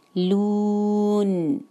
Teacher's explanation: یتساءلون، اور لون کی آواز نہیں آنی چاہیے، لون نہیں ہے، لون. جہاں پر رکیں گے وقف کریں گے وہاں پر نون کو پراپر غنہ کے ساتھ وقف کریں گے